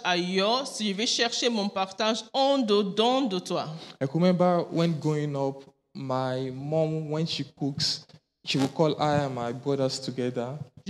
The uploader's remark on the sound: Preached during Joyful Hour Sunday Service